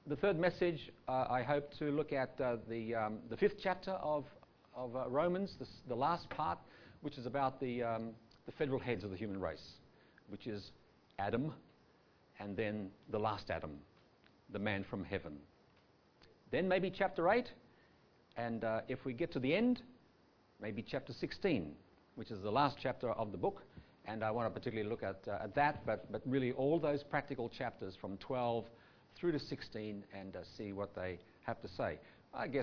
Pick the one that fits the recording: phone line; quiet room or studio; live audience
live audience